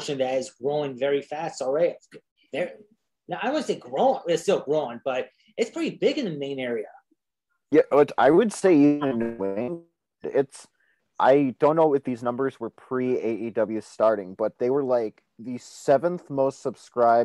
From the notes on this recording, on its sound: Comes by the show via Zoom.